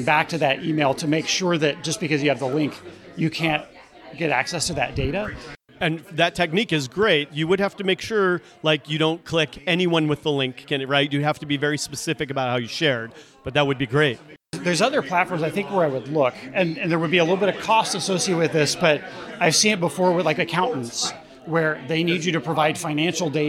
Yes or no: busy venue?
yes